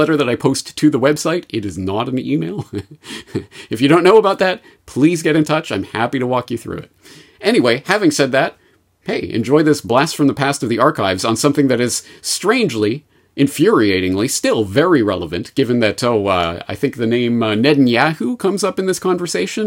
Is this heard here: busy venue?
no